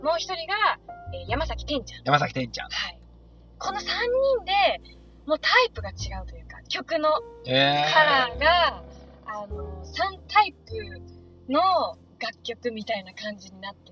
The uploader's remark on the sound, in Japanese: 今回は録音環境が悪くOPは別撮りしました。